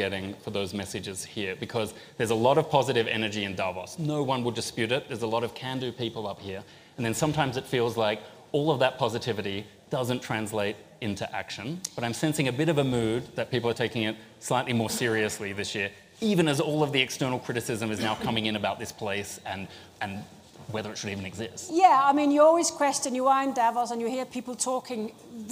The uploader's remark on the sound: Today’s pop-up podcast from the World Economic Forum. Speaking before an audience at a live taping of the podcast in Davos.